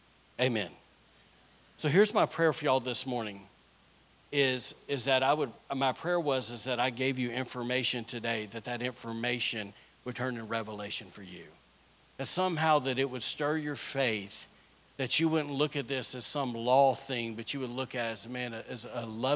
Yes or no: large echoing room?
yes